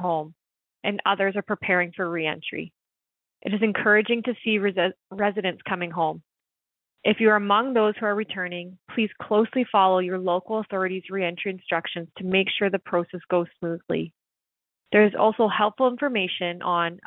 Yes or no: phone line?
yes